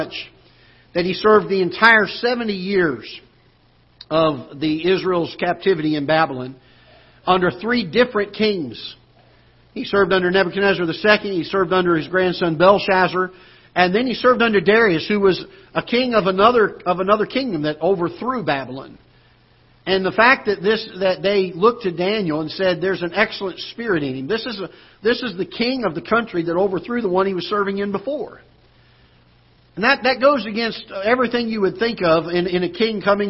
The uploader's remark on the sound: Ketha Heights Baptist Church ~ Live Broadcast.